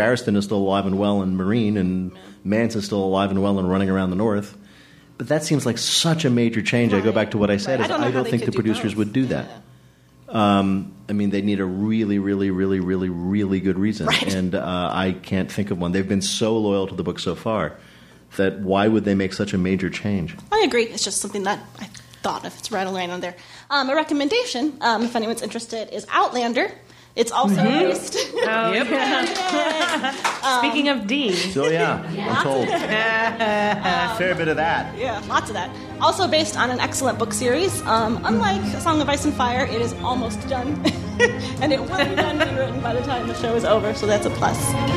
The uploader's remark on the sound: From our live event. There were technical difficulties at Cards Against Humanity HQ.